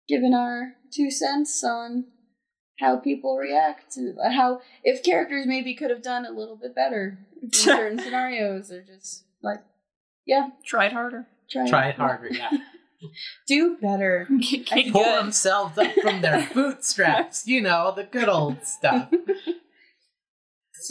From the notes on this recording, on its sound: we know the audio is bad